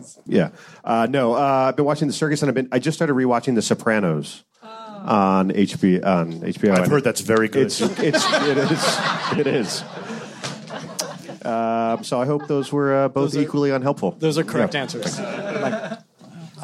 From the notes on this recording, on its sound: Originally recorded April 14, 2016 at the Nerdist Theater at Meltdown Comics.